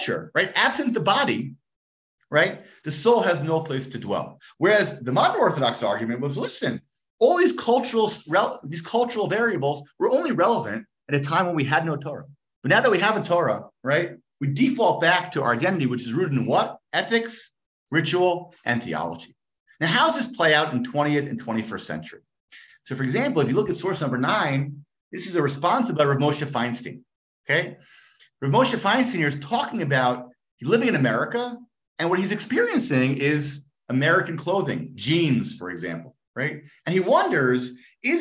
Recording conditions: video call